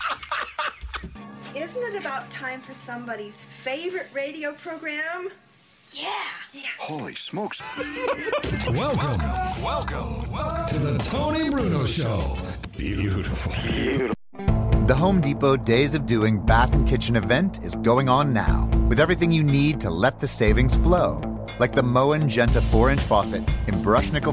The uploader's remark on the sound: LIVE from SuperBowl 51 Radio Row